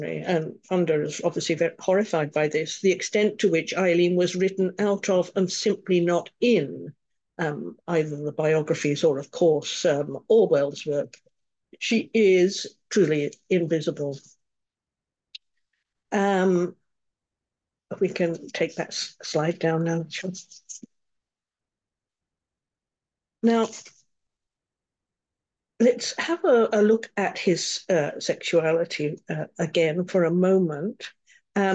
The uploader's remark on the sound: A live webinar on Sunday 14th Jan at 10am UK time.